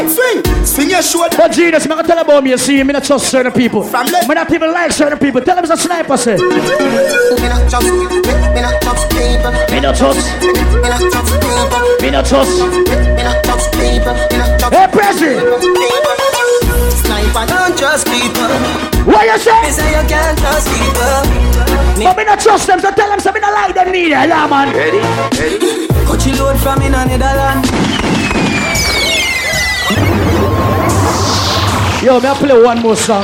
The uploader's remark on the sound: AT PREZZY XMAS APPRECIATION PARTY MARYLAND LIVE AUDIO